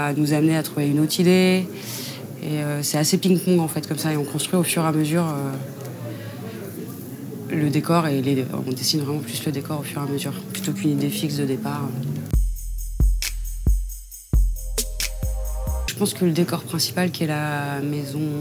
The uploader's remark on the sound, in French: Lors du 76ème Festival de Cannes, nous avons rencontré